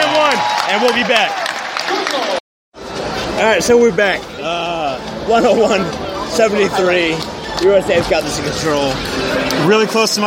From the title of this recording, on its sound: Live from MSG